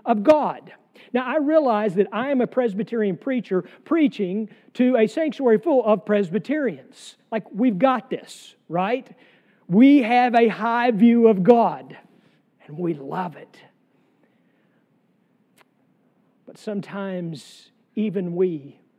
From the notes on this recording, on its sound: Sermon from our worship service on July 2, 2023.